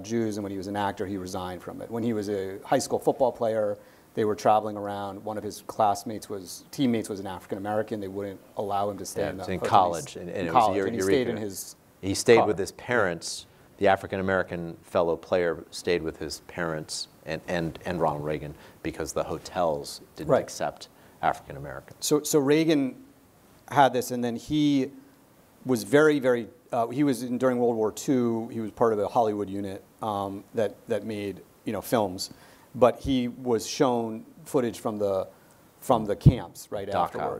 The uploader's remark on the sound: our in-person event